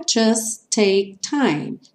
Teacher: Just take, somente um som de T. Just take time.